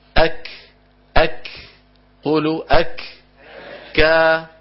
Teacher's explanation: الكاف اقصى اللسان مع الحنك اللحمي والعظمي